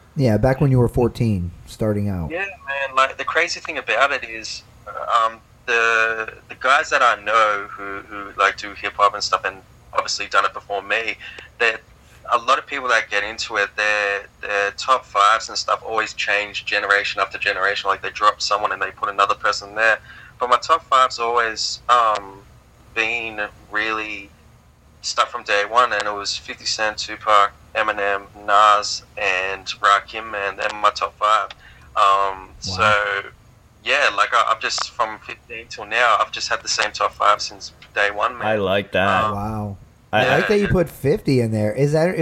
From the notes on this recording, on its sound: We also have our very first international guest, as we talk on the phone.